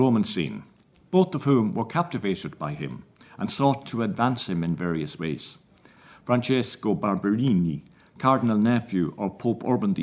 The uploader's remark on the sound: at the 2022 Tudor and Stuart Ireland Conference